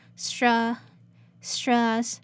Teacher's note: And in the second part, STRA, as we just mentioned, TR is pronounced ch, ch, and then the A here is uh, uh